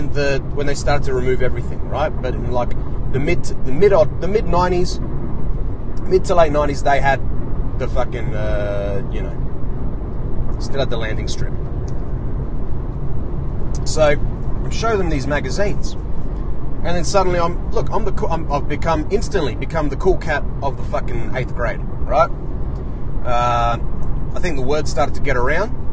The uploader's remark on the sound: Today I’m in the car again.